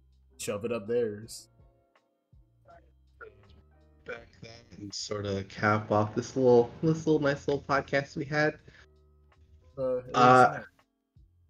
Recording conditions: poor sound quality